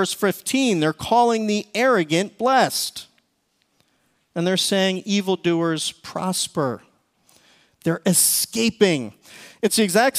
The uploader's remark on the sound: Recorded service from February 18, 2024.